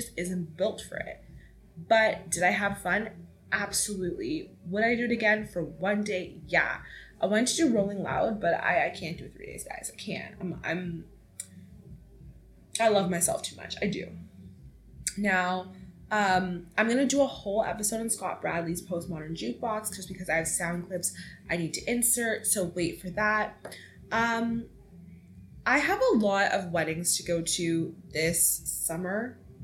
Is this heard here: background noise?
yes